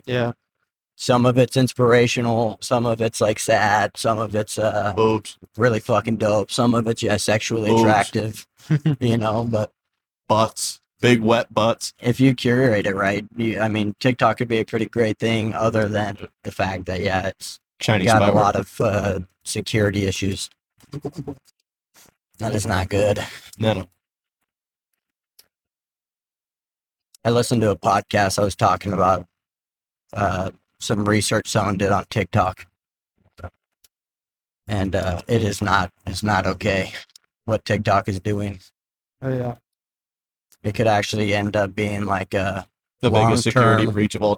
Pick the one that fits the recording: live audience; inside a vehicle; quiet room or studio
inside a vehicle